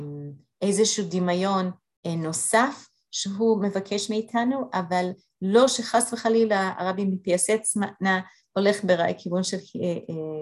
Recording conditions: video call